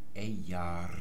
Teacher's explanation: Das R wird im Isländischen immer gerollt, also wie im Fränkischen oder im Bayerischen.